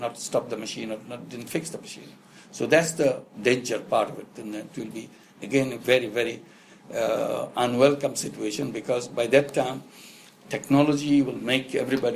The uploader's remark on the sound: spoke and interacted with an invited audience in Bangalore at the foundation office